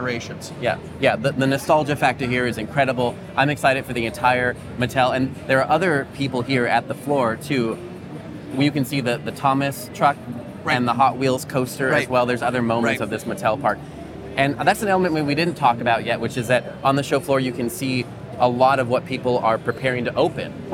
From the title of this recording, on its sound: LIVE from the IAAPA Expo Show Floor